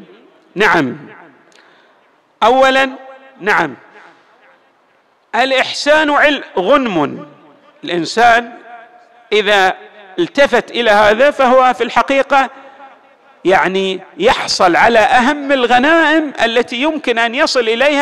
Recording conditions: large echoing room